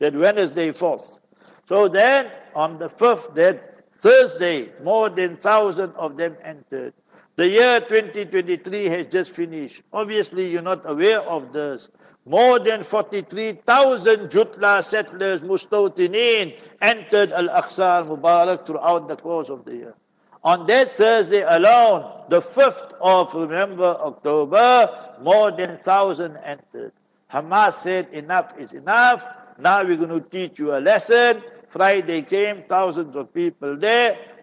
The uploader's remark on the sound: Jumah Lecture at Verulam Masjid